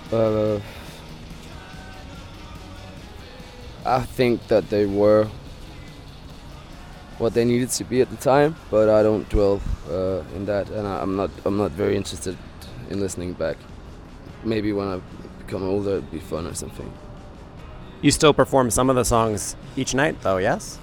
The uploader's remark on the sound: Outside the club, I struck up a conversation with them as they lit cigarettes, eventually gaining enough courage to ask them for an interview.